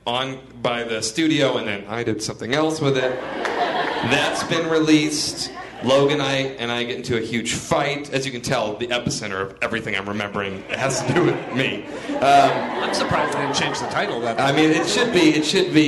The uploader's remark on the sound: Live from ATX Television Festival. Recorded at the Stephen F.